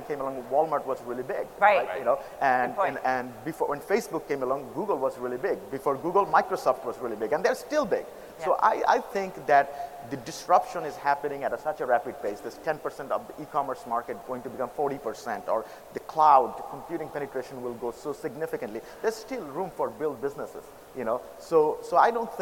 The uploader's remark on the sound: From the Sooner Than You Think conference in Brooklyn.